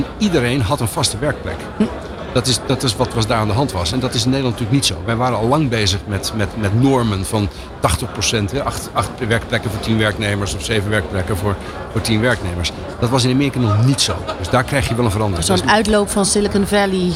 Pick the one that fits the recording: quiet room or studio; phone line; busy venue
busy venue